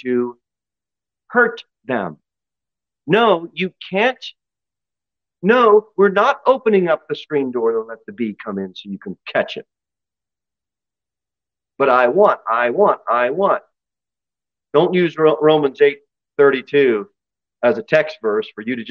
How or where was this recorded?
large echoing room